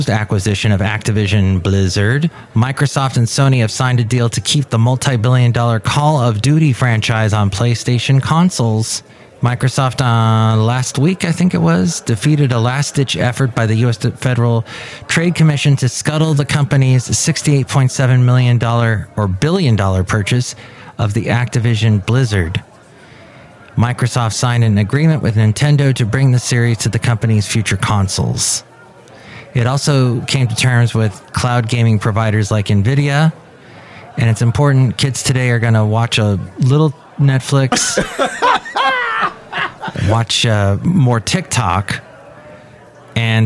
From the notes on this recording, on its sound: podcasts live from Café Anyway